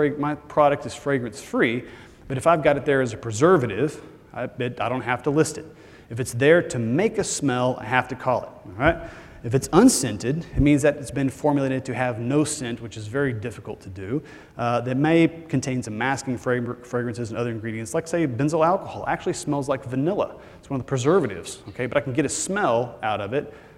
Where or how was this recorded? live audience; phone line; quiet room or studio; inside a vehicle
live audience